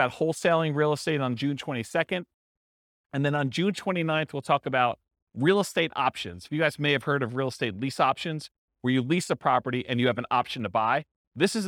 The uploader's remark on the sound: This was a live class recorded